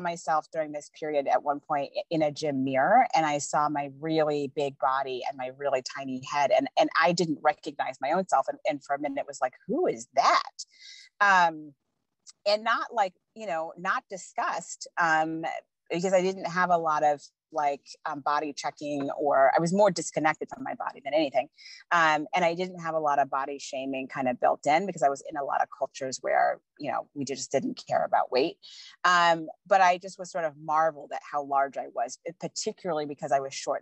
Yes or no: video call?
yes